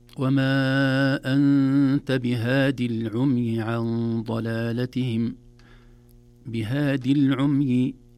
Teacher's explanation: الياء فبهادي ليست منطوقة لالتقاء الساكنين